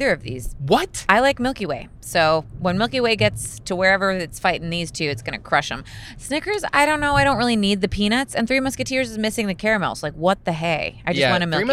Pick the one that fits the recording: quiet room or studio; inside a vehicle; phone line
inside a vehicle